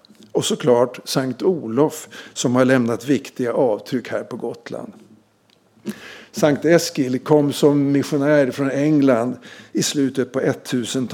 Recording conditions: large echoing room